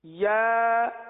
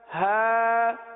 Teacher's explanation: یا جو ہے یہ وسط لسان وسط تالو، زبان کے درمیان اور تالو کے درمیان سے ادا ہوتا ہے، اور ہا جو سینے سے متصل حلق ہے یہاں سے ادا ہوتا ہے · Term: مخرج